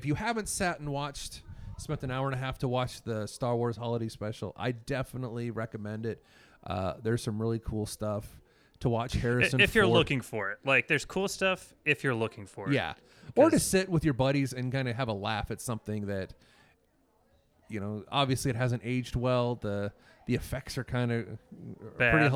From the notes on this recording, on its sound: live from KramusCon in Boise, ID.